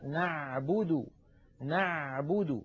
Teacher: من وسط الحلق من المنطقة التي تليها يخرج حرفان أيضا هما العين والحاء